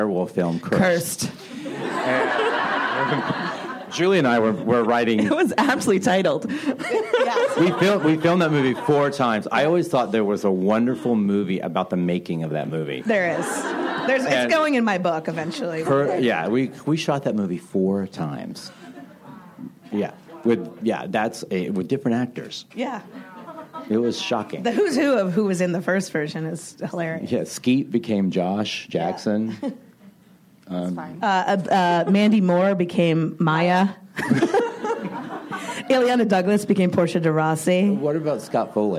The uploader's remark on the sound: Recorded at ATX Television Fest in June 2015.